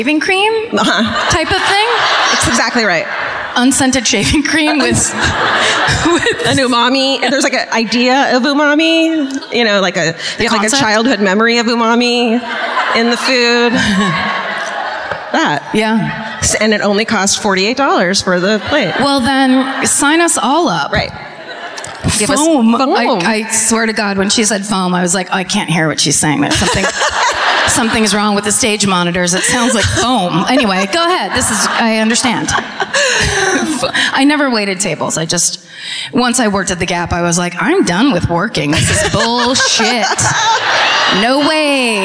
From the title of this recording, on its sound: Live at the Davies Symphony Hall in San Francisco